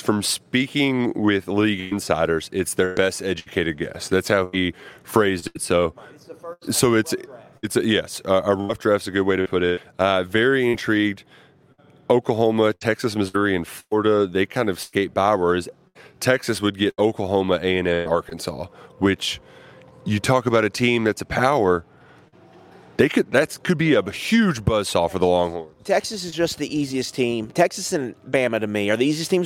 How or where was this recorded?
busy venue